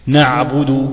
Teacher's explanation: لازم تبين العين، يبقى العين أعمق من المخرج العادي · Term: العين الفصيحة